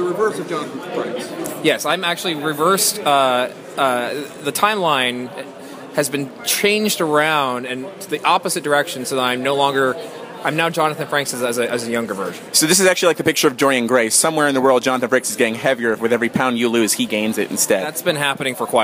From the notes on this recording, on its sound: Featuring the first ever “Nerds on The Street” segment recorded live at opening night of Star Trek: Into Darkness.